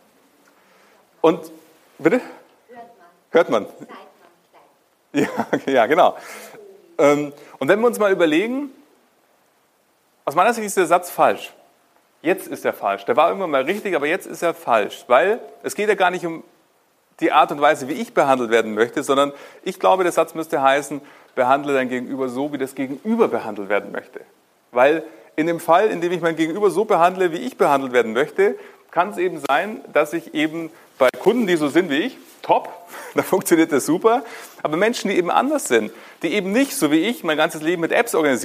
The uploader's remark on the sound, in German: Mit der freundlichen Genehmigung der Sparkasse Ingolstadt Eichstätt kann ich Dich heute mal zu einer Live-Veranstaltung mitnehmen. Vor Vorständen, Führungskräften und Mitarbeitenden habe ich zu diesem Thema einen Impulsvortrag gehalten.